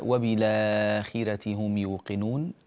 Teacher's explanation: التفخيم هنا لحرف الخاء المكسورة يكون في أقل درجات التفخيم